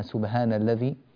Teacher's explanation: الحاء ضعفت قليلا فصارت هاء